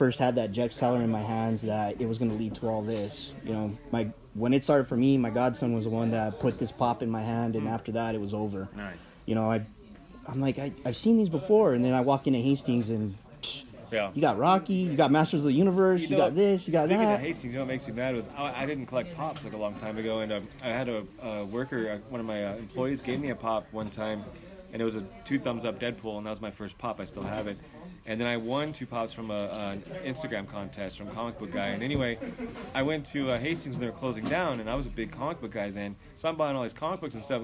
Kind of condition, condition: setting, busy venue